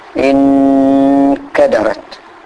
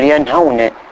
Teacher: مثلا انكدرت، كلمة انكدرت، شوف النون خالية ما عليها حرف وجاي بعدها ويش حرف كاف، فنحن نقول محتاجة إلى غنة لأن النون هني مخفاة · Shown in: first take